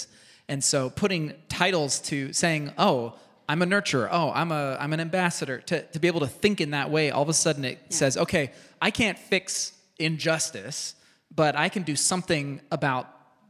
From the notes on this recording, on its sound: recorded in front of a live audience!